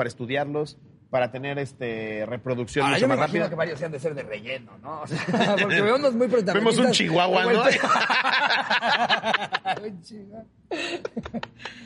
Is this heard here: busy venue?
yes